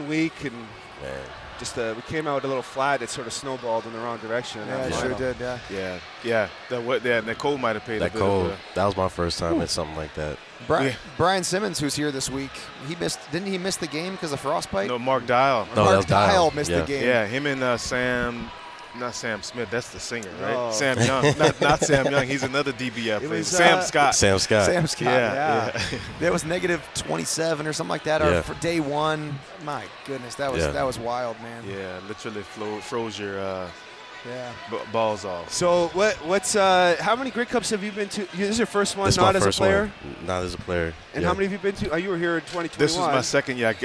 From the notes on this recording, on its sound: at the Grey Cup Festival in Hamilton